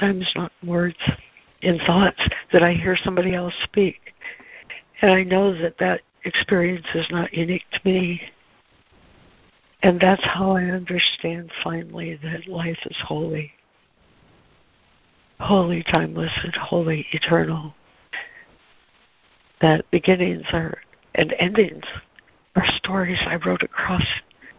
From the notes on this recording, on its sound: ACIM Daily Conference Call